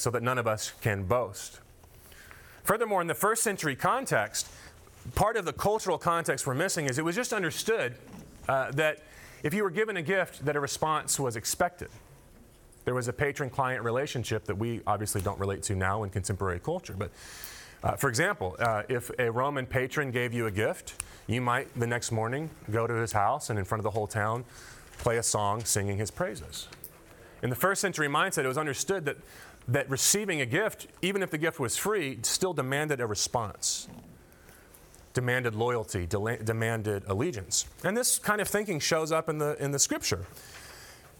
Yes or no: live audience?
yes